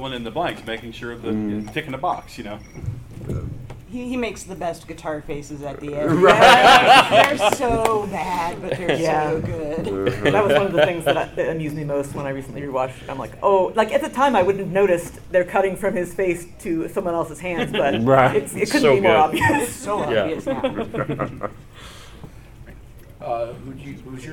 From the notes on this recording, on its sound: Dragoncon 2019. We take a step back into time and observe a panel from a bygone age of maskless, in-person convention gathering.